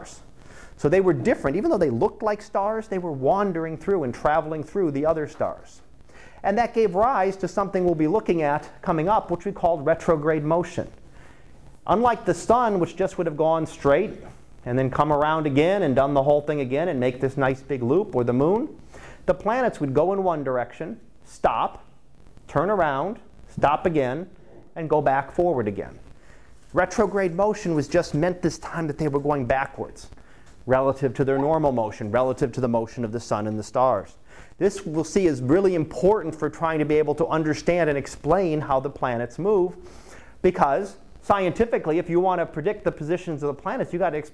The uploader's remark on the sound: Live Class Lecture